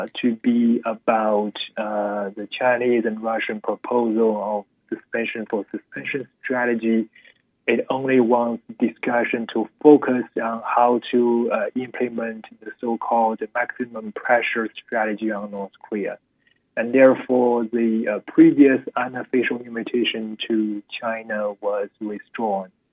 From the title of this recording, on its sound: Phone conversation